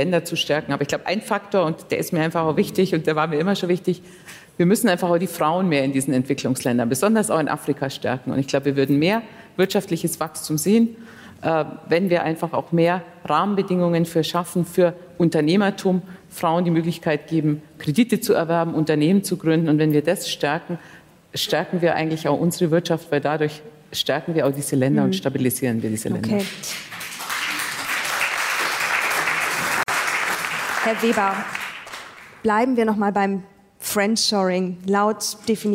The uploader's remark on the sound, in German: Die Diskussionsrunde wurde auf dem Ludwig-Erhard-Gipfel aufgezeichnet.